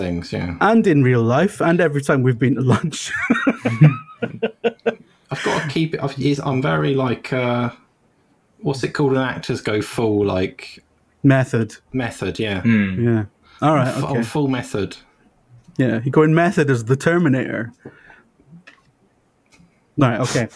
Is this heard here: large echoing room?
no